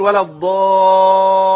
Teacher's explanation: انت جبت لام واحده وهم لامين، مش اللام عليها شده زي الضاد عليها شده، تبقى تقول ولا الضالين، لا ولا الضالين، ضالين، ايوه كده جبت لامين، لكن ما تقفش على اللام الاولى دي كتير، في ناس تقولها كده ولا الضالين كتير كده يا عم الشيخ، كتير اللام تقف عليها شويه صغيرين قوي، مش كتير كده، خلاص كده.